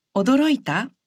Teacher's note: If you say 驚いた with a rising intonation, it becomes a question.